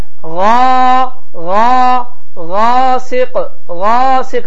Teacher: həmin ə və ya a saiti iki dəfə artıq uzadılar.